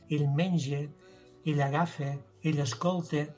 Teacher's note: la vocal neutra, que és del central, aquí la fem a Solsona amb una e tancada